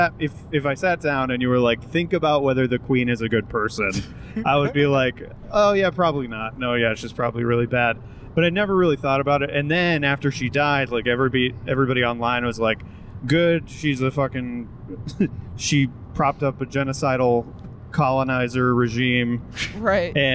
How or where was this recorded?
inside a vehicle